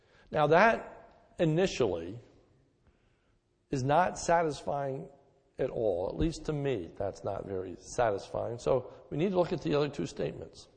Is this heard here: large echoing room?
yes